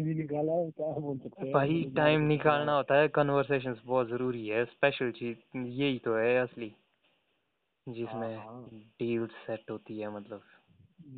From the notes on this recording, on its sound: A phone talk